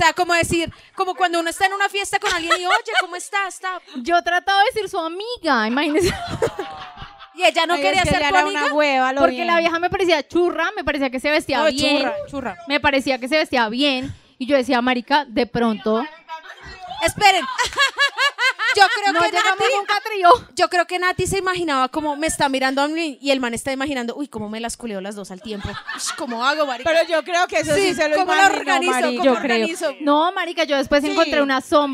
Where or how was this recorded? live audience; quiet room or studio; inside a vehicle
live audience